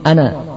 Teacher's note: Kesalahan pertama adalah menghilangkan tasdid sehingga menjadi ana.